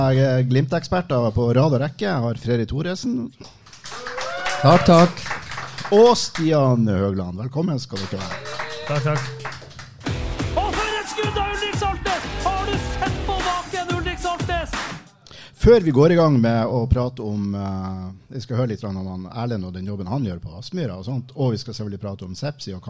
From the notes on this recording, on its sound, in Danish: Live fra Sportsbaren. I Studio Glimts Livepod på Sportsbaren onsdag kveld.